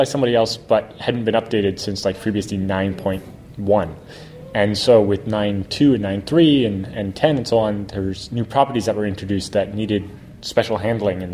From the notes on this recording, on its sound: at vBSDCon in Reston, Virginia